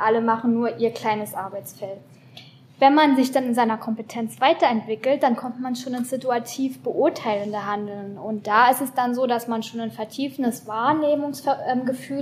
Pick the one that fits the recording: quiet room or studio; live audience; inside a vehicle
live audience